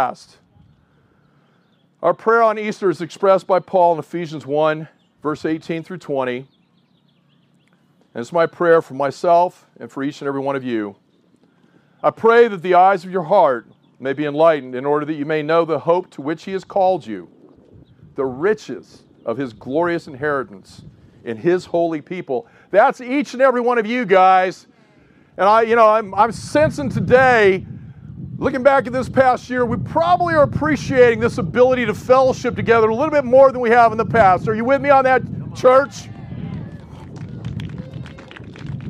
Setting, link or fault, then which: setting, outdoors